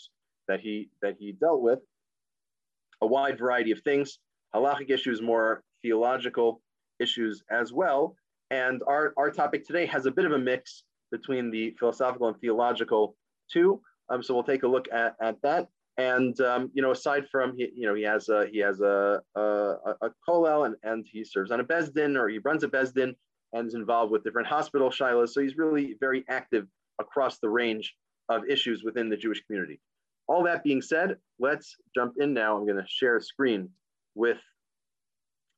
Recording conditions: video call